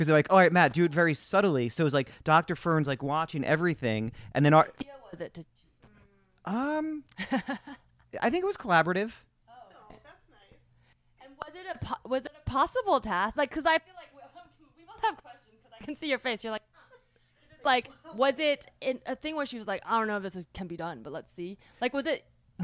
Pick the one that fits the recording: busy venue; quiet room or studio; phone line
busy venue